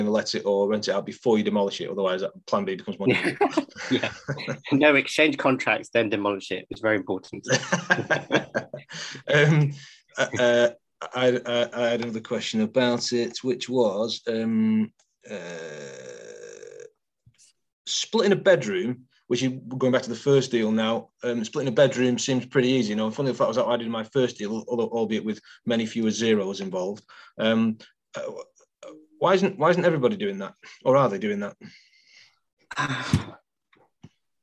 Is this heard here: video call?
yes